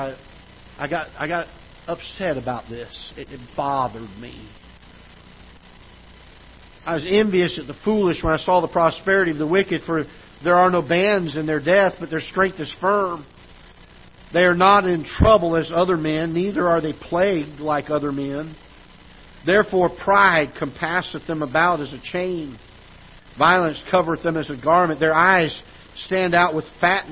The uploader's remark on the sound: Ketha Heights Baptist Church ~ Live Broadcast